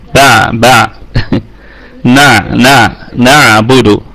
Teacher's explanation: والعين نراعي فيها صفة البينية لأنها ساكنة